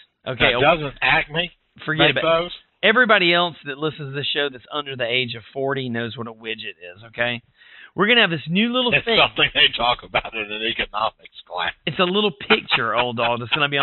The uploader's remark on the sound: Thanks for some great audio comments this week from our callers.